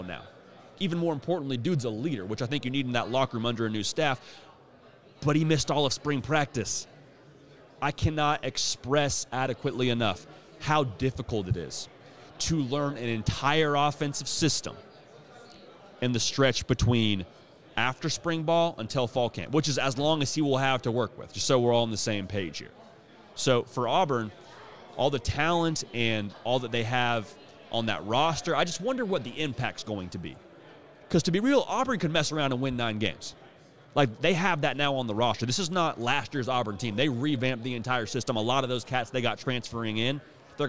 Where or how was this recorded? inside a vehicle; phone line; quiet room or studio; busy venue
busy venue